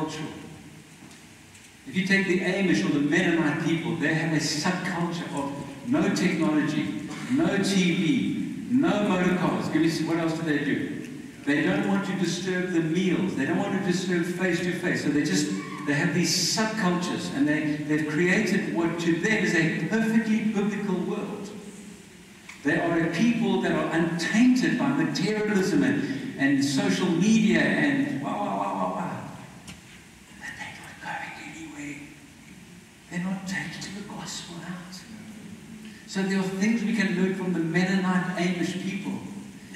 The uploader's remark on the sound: Poor Audio